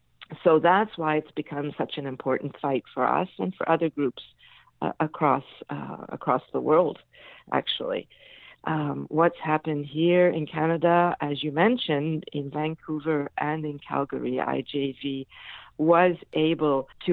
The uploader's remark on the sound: I had with me on the phone